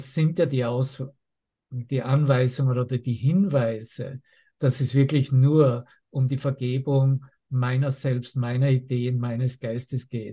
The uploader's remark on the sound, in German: Zoom-Session. Veranstaltet von der Aleph Akademie.